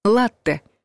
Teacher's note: Слово «латте» обычно пишут правильно, с двумя буквами «т», потому что мы будто бы и произносим удвоенный твердый звук «т»